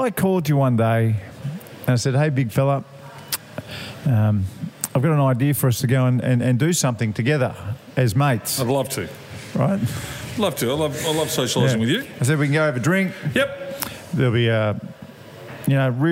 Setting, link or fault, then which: setting, busy venue